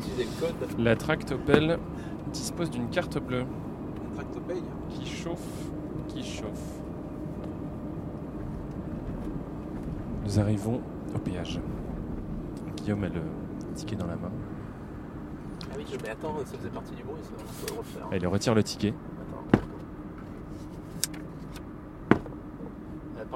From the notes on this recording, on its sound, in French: Il a été enregistré dans un trajet en minibus. Été 2020, départ en vacances.